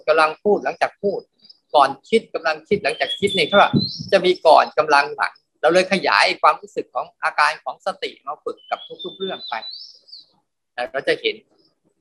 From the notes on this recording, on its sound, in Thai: คอร์สออนไลน์ (ผ่านโปรแกรม Zoom)